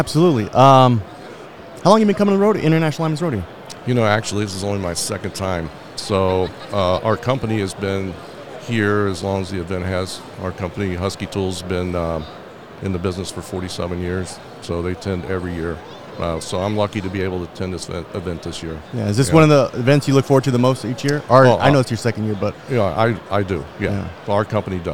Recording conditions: live audience